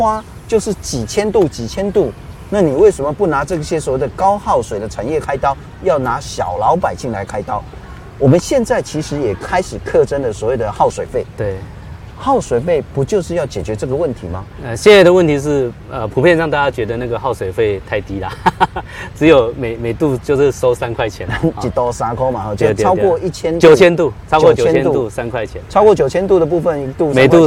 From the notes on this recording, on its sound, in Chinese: 雲林古坑乾旱現場。